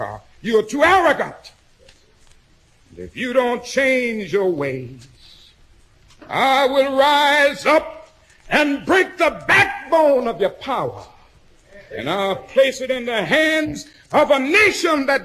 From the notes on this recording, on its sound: Speech at Ebenezer Baptist Church in Atlanta, Georgia.